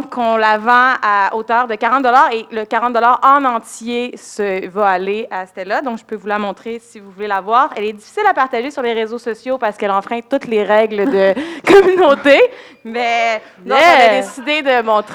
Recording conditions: live audience